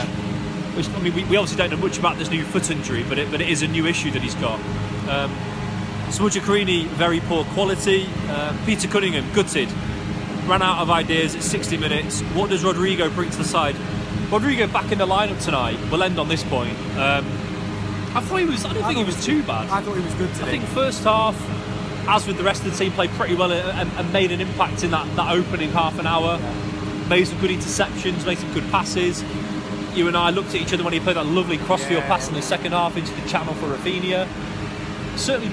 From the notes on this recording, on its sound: live from Elland Road